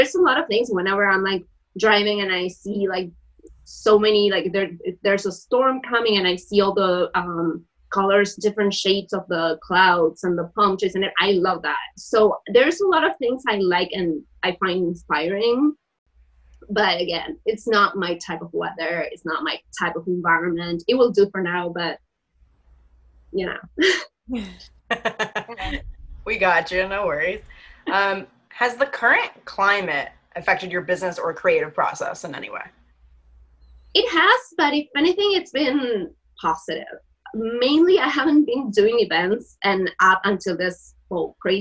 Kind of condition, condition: link, video call